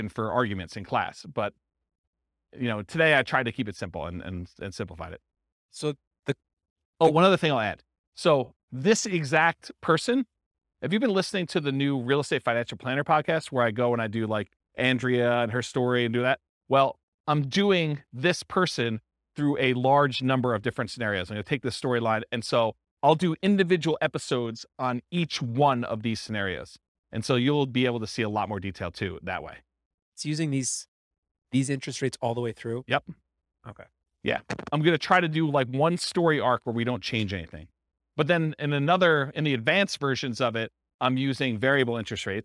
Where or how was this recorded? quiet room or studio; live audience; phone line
live audience